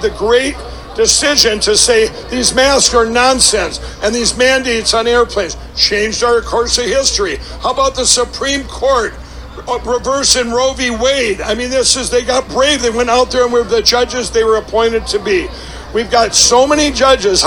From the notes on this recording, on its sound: LIVE FROM CPAC TEXAS - DAY 2